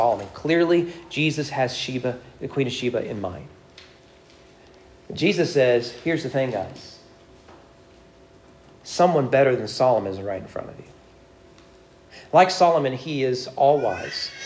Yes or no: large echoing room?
yes